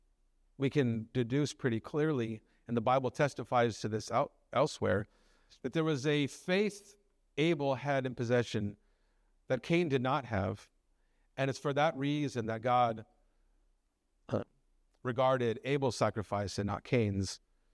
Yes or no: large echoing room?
yes